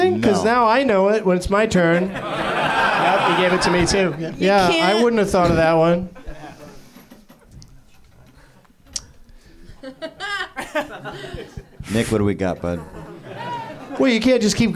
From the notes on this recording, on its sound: Live from the NerdMelt Showroom in LA